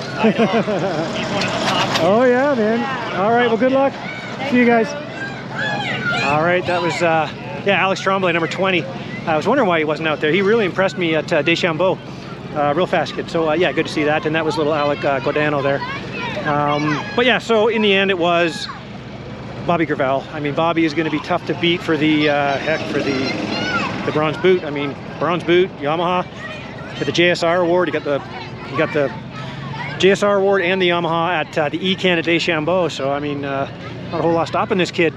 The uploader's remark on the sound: 2023 TransCan Day 1 Walk And Talk Podcast